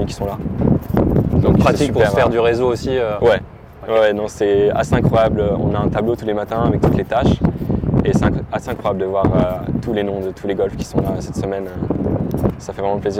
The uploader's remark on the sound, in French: On vous propose un podcast en direct d'Oak Hill.